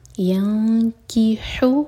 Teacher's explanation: جو پہلا ح ہے یہ حلق سے اس کے بعد جو ہ ہے یہ سینے سے